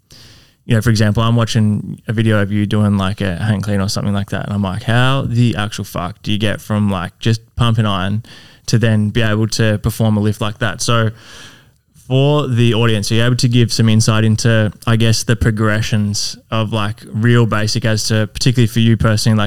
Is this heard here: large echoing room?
no